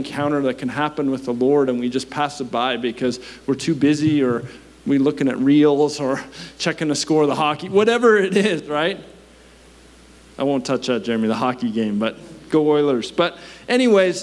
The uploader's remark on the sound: At our Edmonton Gathering in May, 2023 at Known Victory Church